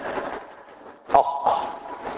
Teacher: فالقاف من أقصى اللسان